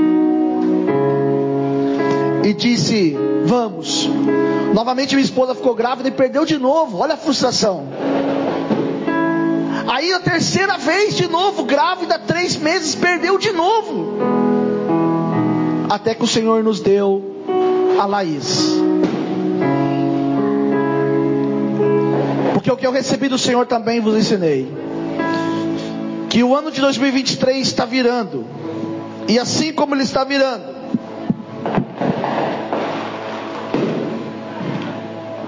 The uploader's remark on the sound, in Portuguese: Mensagem gravada em 31/12/2023 - Culto da Virada